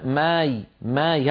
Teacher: في بعض المناطق يقولون ماي، ماي هكذا ميم مرققة ألف ياء